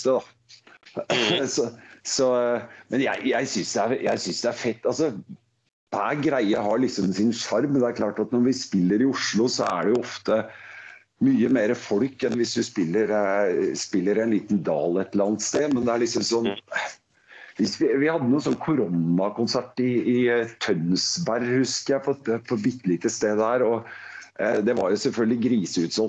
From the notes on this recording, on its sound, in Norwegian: Podcasten er innspilt via Skype.